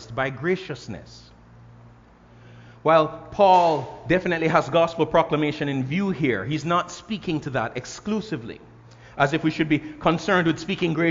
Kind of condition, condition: setting, large echoing room